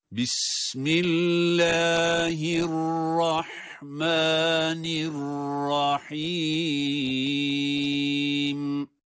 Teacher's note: Bismillahirrahmanirrahim derken lafzayı celal, yani Allah lafzındaki o lamın meddi de Errahman kelimesindeki mim harfinin meddi de uzatılması da birbirine eşit olmalıdır.